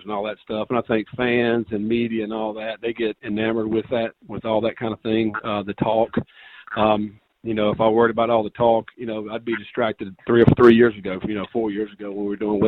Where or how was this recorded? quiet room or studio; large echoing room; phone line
phone line